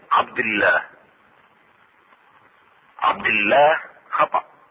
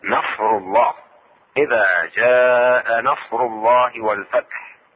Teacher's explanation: اذا كانت ضمة ما قبل اسم الجلالة فتفخم اسم الجلالة · Shown in: second take · Term: التفخيم